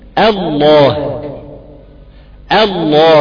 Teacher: الفرق ان كلمة الله ان اللام تم تفخيمها